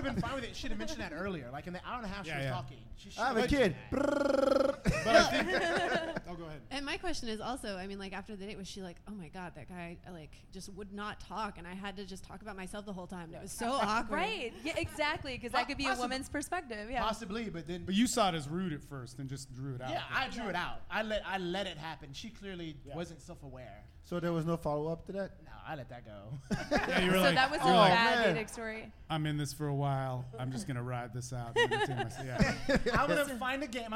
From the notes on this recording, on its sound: Live from Collide ATX.